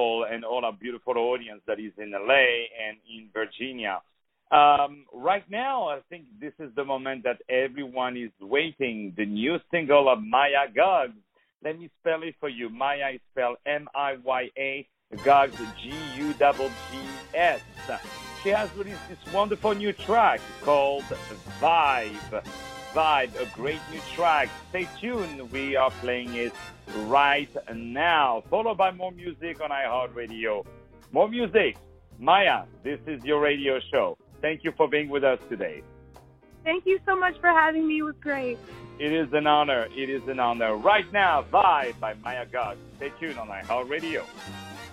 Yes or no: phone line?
yes